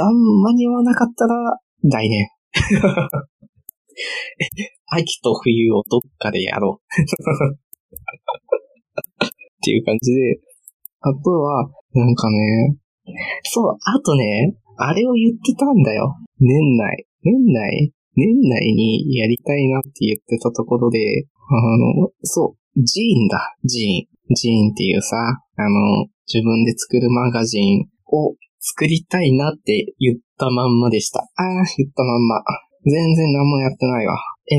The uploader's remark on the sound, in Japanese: いつもと音声が違うかもしれないです。お聞き苦しくてすみません。